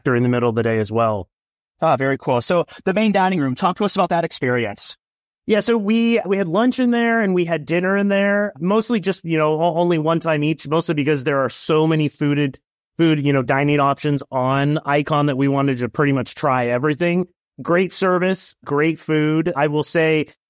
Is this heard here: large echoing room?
no